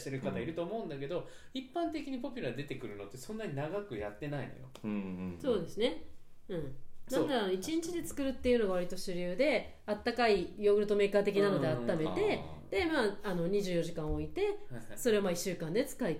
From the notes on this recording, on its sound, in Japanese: 今回マイクの設定がまずく、音が小さくなってしまいました。